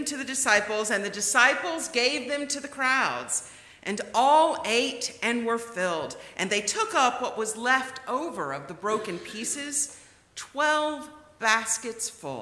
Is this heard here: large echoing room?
yes